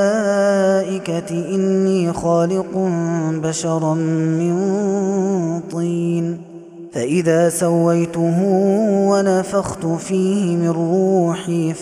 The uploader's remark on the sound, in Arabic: هذا التسجيل من صلاة التراويح.